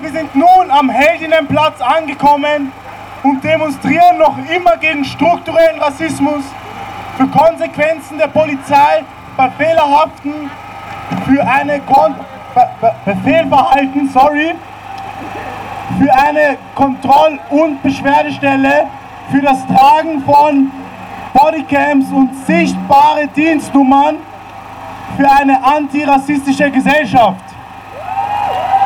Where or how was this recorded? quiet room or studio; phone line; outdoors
outdoors